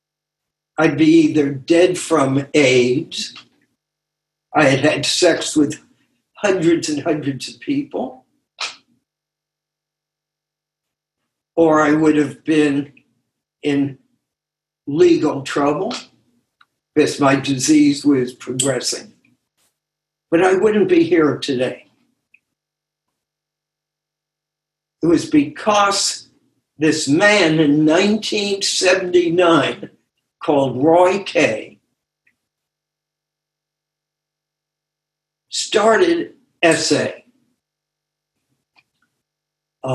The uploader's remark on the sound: Took us on a zoom journey through the Essays.